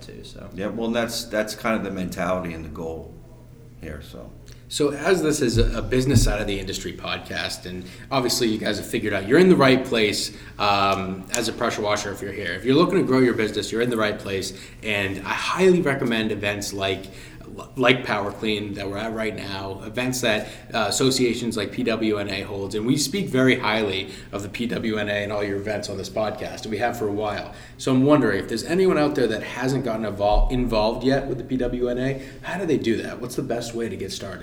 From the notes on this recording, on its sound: Live From The PWNA Event. The convention they just put on in Orlando.